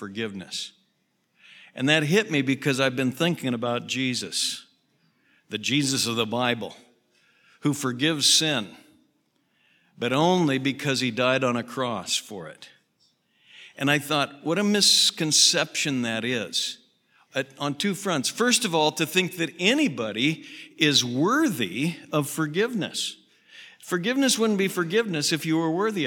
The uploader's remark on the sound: Southwest Bible Church in Beaverton Oregon.